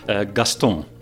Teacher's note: you dropped the N at the end, right? It sounded almost French. I made it nasal. Gaston. That's how the French pronounce it.